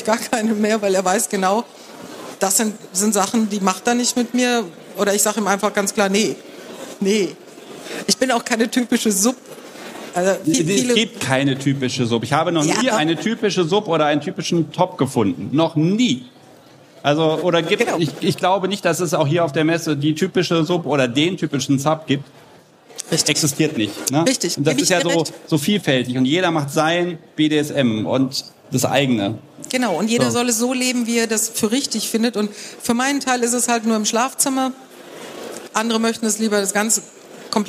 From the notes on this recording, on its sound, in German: Die erste Unvernunft vor Live-Publikum. Sind nach Hofheim gefahren, wenn dort fand die BoFeWo2023 statt. Ein Auto voll mit Audioequipment, ein paar Ideen und vor Ort tolle Menschen und eine kleine Bühne. Und schon gibt es die erste Unvernunft Live vor Publikum.